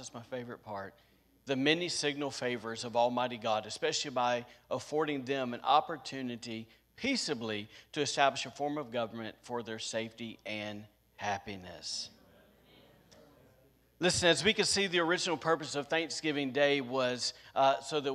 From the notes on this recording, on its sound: was recorded on Sunday, November 21st, 2021, during service at The Anchor Church in Rockport, Maine.